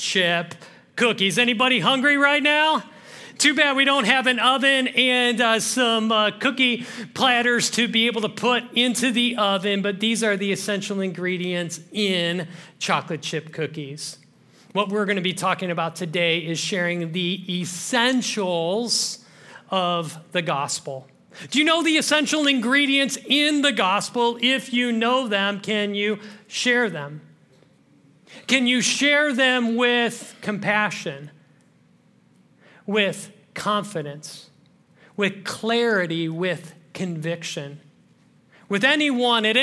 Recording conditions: large echoing room